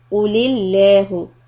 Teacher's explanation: Lafza jalala lam will be soft